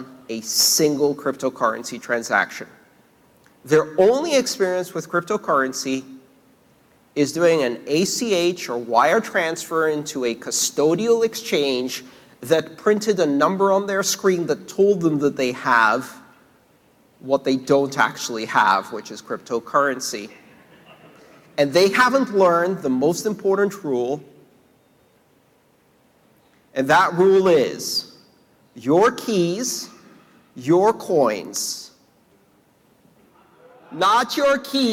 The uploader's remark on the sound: his recent talk + Q&A at the sold out Internet of Money event